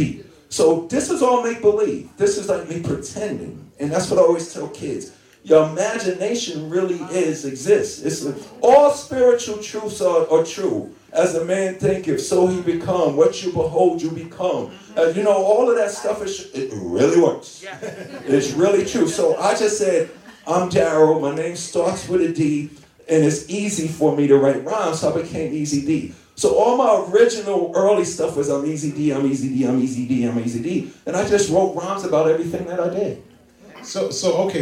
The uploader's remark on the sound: tells the live audience